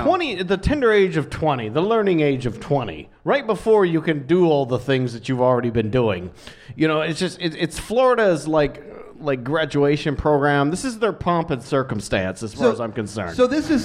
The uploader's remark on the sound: Recorded live on 1/12/20 at The Dark Room in Richmond, Va.